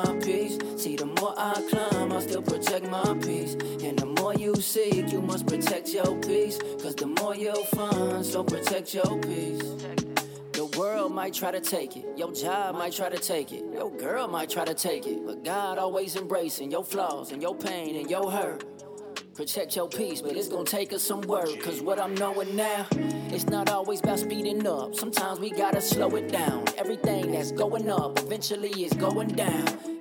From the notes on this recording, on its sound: I recorded this one outside